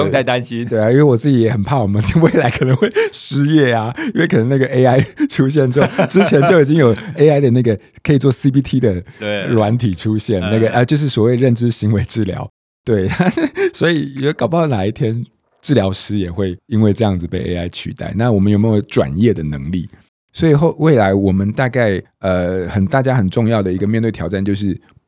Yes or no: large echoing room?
no